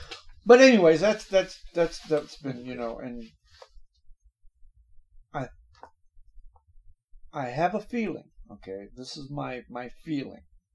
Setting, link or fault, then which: fault, poor sound quality